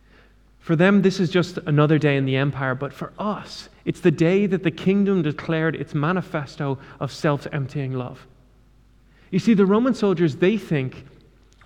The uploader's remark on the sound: Though we couldn’t meet on Sunday because of the Coronavirus crisis, a small group gathered at the church to record a service for our community.